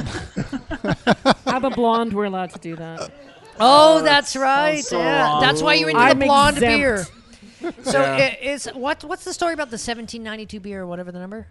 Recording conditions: live audience